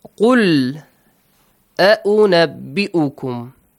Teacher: But you say that the waw is just a base for hamza, a chair or a base for hamza. And you have to pronounce the hamza, not waw